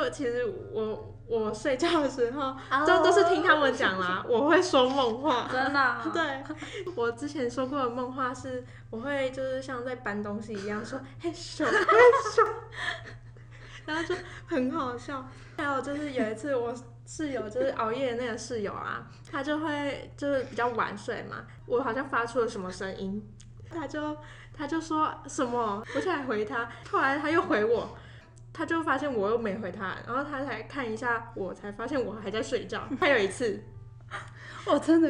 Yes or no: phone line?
no